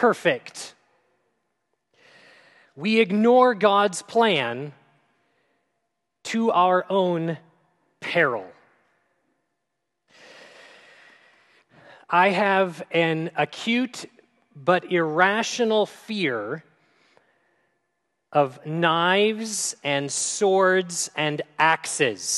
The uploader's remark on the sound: at Grace City Church in Fargo, North Dakota